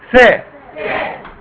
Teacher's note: الثاء بطلع فيها لساني ومرققة